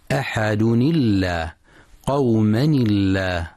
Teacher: يتم وصل أحد بلفظ الجلالة، فينطق التنوين في أحد مكسورا، ولذلك تنطق اللام في لفظ الجلالة مرققة عند الوصل · فينطق التنوين في أحد مكسورا، ولذلك تنطق اللام في لفظ الجلالة مرققة عند الوصل: أحد الله قوما الله.